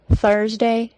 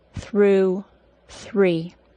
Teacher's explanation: Thursday, because it has a schwa plus R sound, has an R sound that lasts longer than three and through.